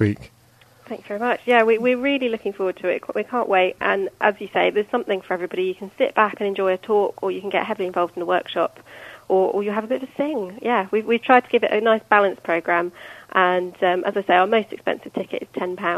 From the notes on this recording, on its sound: joined on the phone